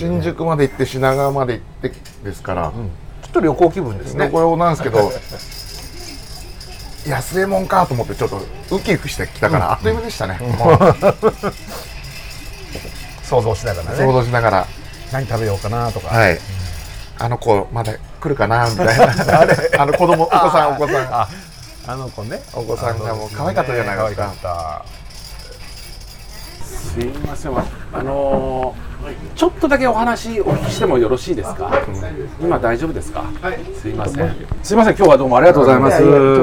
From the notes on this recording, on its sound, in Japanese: 今週は青物横丁にある、飲めるとんかつ屋【安右衛門】にて収録。今年最後の配信はお店の若旦那も交えて大いに盛り上がり…